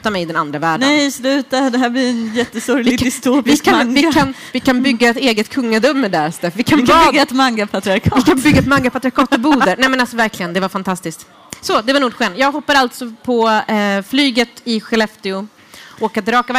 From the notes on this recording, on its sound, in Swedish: frågestund inför livepublik